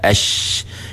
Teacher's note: Bila sebutkan ash, kita sebut ash, kita dapat rasa tengah lidah kita tu kena langit-langit. Ataupun dia naik menghala ke langit-langit.